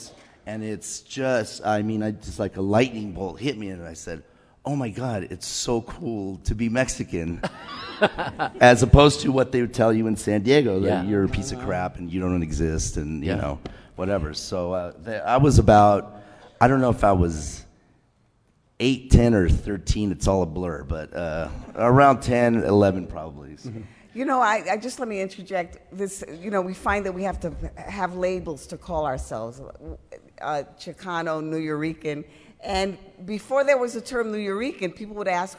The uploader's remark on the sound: Today on 30 Minutes, we bring to you excerpts from the 2016 Tucson Festival of Books.